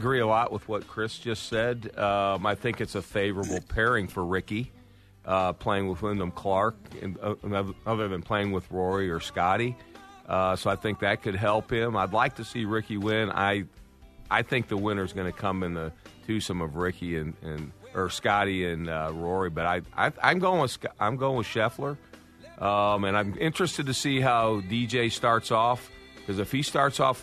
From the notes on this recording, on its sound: LIVE from Los Angeles Country Club. Are in studio.